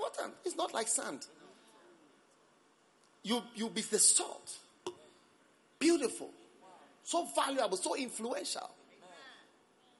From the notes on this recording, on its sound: Preached at the Christmas Service.